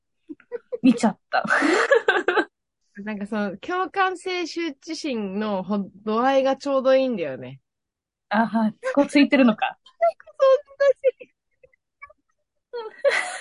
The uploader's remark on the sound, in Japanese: 東京と富山でzoomにて収録